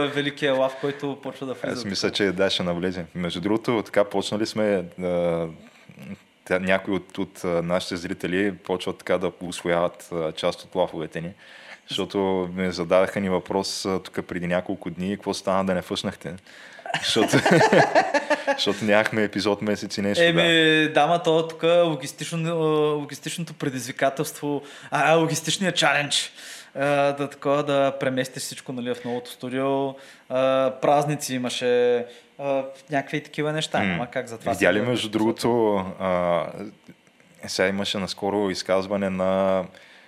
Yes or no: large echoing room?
no